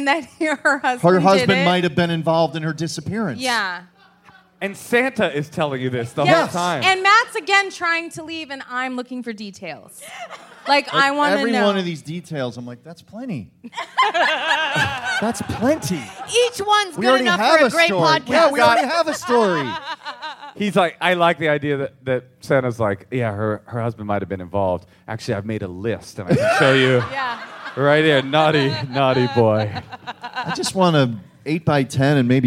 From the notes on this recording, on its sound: Live from SF Sketchfest. Live from the Marines’ Memorial Theatre as part of SF Sketchfest!